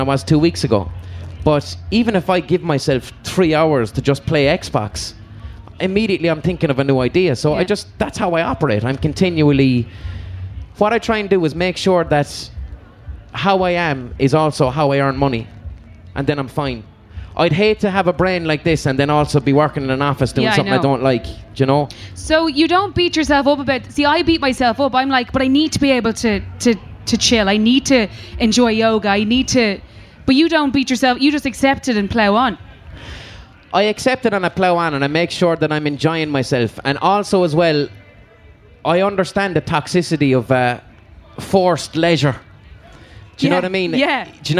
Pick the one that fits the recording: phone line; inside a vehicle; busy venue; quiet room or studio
busy venue